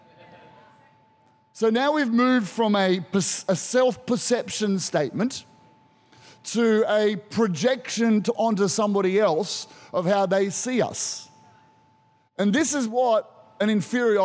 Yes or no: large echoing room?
yes